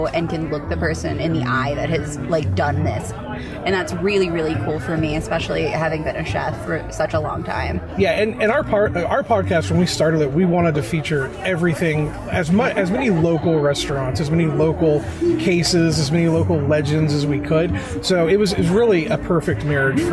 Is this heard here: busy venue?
yes